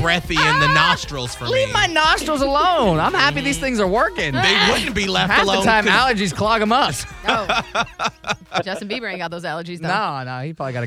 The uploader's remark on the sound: on the phone as our contestant today